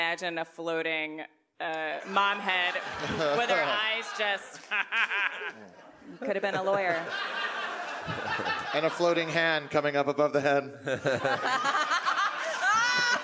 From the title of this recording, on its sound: LIVE from Bridgetown 2015!